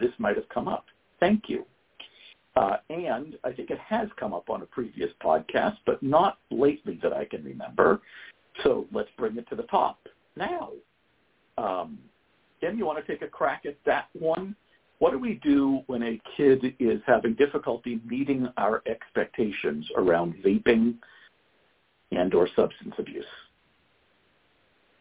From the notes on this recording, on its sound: Help out a mom who called in with a difficult situation with her son.